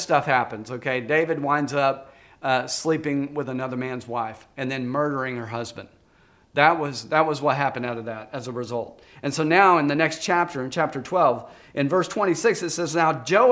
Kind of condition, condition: setting, large echoing room